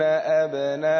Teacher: هذا أبناءهم مد متصل، نعم، يمد عند ورش بمقدار الإشباع قولا واحدا